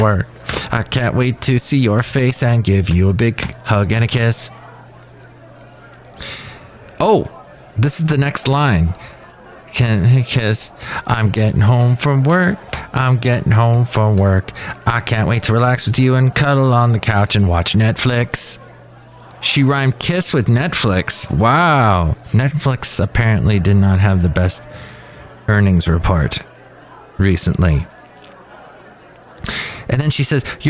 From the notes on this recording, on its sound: podcasts live from Café Anyway